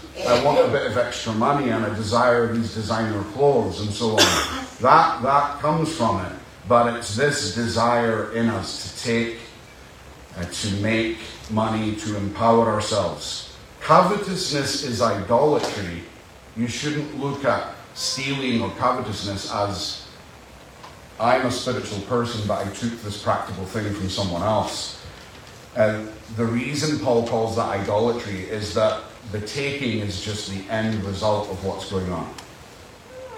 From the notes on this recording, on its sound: Apologies for the poor audio